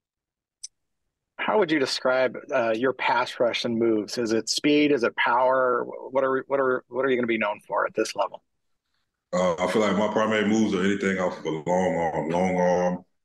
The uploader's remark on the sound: Called in for an introductory press conference.